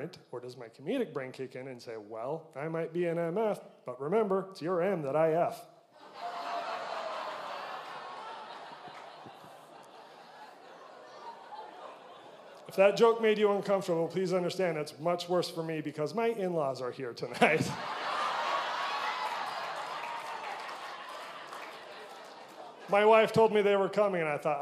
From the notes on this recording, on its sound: Recorded live at The Electric Theater in St George Utah.